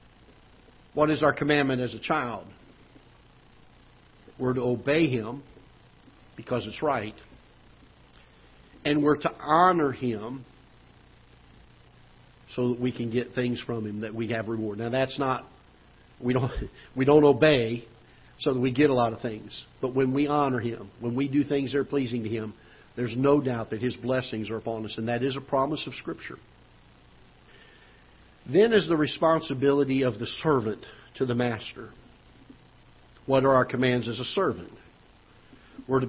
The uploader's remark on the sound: Ketha Heights Baptist Church ~ Live Broadcast.